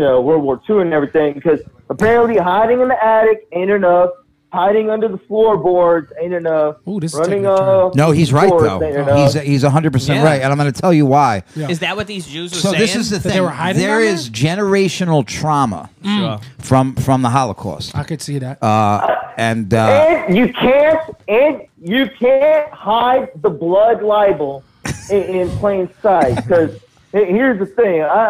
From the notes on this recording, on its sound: The Bathhouse is a live call-in show from the green room of The Stand one of New York City's best comedy clubs.